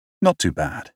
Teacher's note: with three equally stressed syllables, it gently forestalls further inquiry, because it is, basically, meaningless.